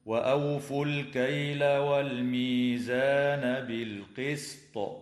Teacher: مع وجوب قلقلة الطاء حال الوقف